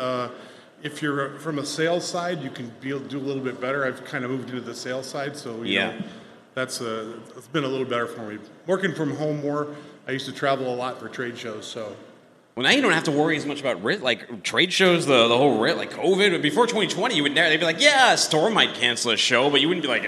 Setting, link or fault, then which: setting, busy venue